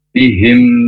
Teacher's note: Bihim, nah di sini ada mim sukun bertemu dengan mim tasdid, namanya bacaan idhom mimi ya, berdengung ditahan dua harokat